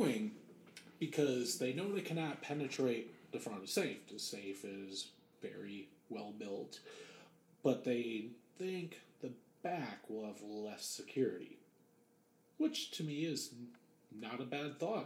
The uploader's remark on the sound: Some slight issues and this was the first time recording with a new Mic